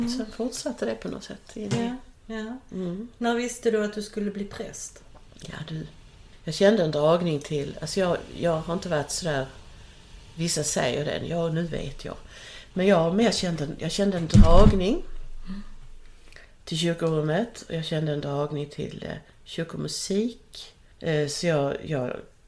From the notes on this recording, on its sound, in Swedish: Ljudkvalitén skiftar lite och det hörs en del bakgrundsljud.